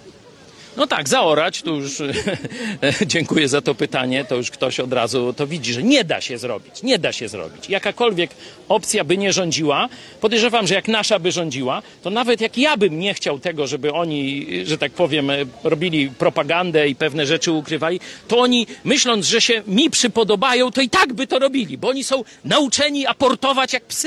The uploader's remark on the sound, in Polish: Przeprowadzony na Placu Litewskim w Lublinie.